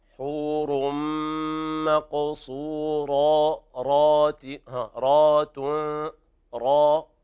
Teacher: يعني مزيدا من تفخيم الراء، حور مقصورات رات را، هذه الراء تفخم من أعلى الدرجات